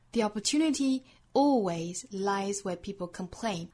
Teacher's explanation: The 这个 THE 呢，我们要注意后面遇到元音了。The 的发音变成 The opportunity 这两个音连读的时候呢，有一个小小的耶的音衔接 The opportunity 如果语速比较快呢，可以把 opportunity 和 always 再做连读 Opportunity always 那我们也可以选择把 always 这个词重读，这样呢在重读词的前面会有一个小小的短暂的停顿的